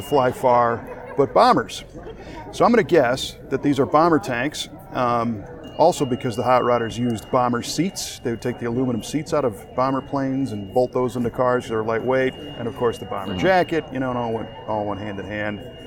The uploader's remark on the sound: This was recorded in the Grand Lobby of the Las Vegas Convention Center a couple days before show opening. Chat before the opening of the 2019 SEMA Show in Las Vegas. Yes, people asked him where the restroom is.